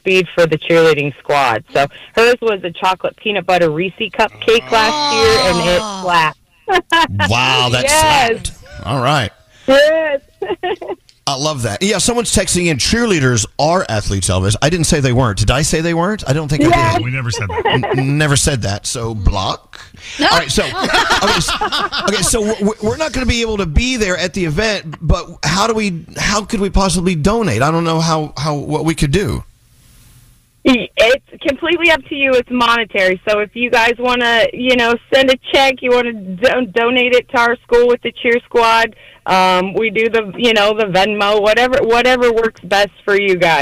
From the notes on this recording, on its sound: From Ohio called.